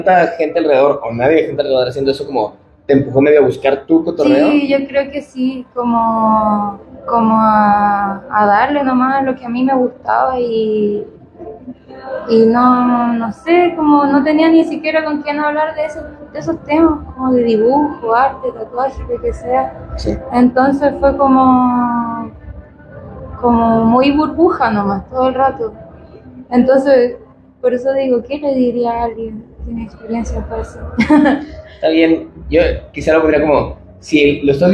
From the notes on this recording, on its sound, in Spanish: en el Festival Rayón 2023 desde House Of Vans CDMX